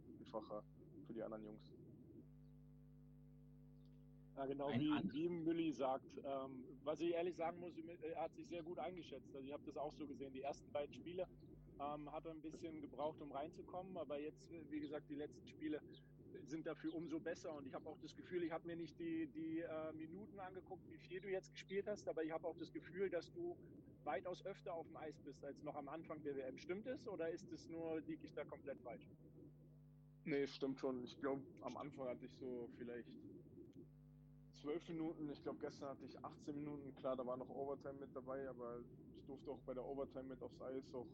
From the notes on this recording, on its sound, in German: Es ist die mit dem schlechtesten Ton ever